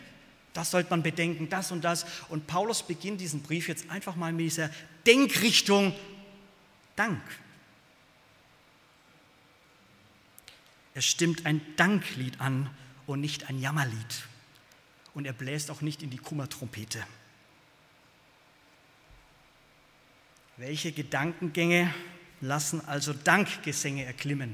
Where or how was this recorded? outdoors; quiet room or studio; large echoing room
large echoing room